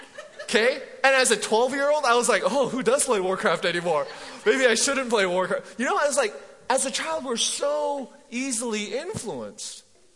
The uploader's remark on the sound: MJ campus. Recorded live at The Fellowship at Mt Juliet on February 24, 2019.